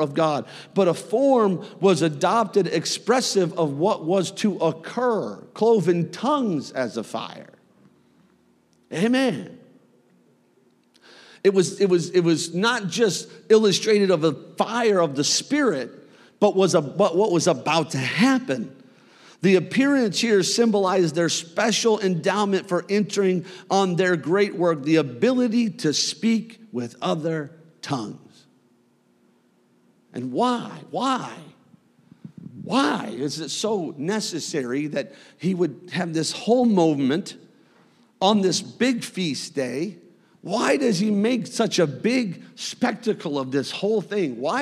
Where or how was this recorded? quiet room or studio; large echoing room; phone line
large echoing room